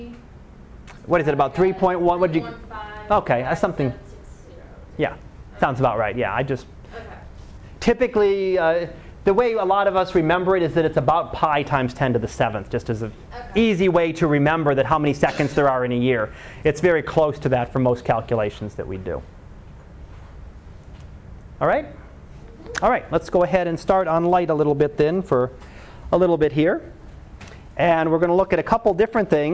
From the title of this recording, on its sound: Live Class Lecture